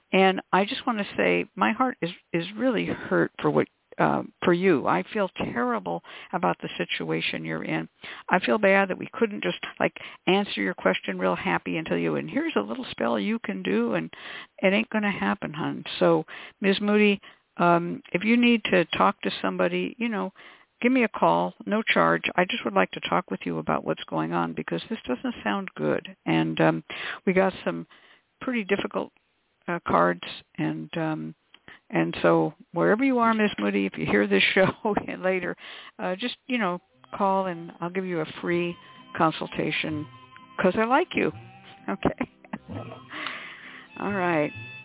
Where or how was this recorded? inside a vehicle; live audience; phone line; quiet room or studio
phone line